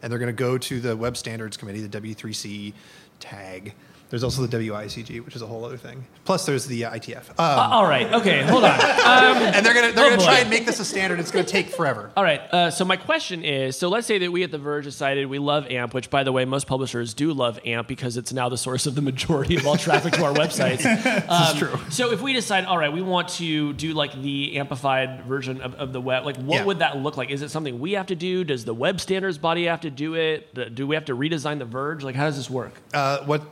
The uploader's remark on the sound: This week, The Vergecast is down in Austin, Texas for South by Southwest 2018 in front of a live audience.